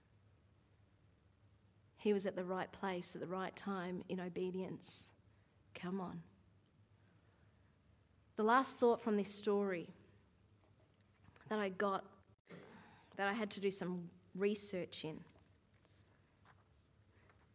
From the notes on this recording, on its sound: Live at Echo Church Melbourne